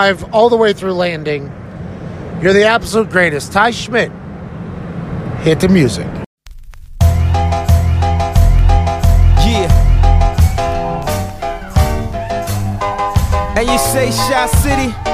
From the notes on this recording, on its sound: records bits and pieces 38,000 feet in the air on the plane on the way back from Raleigh, North Carolina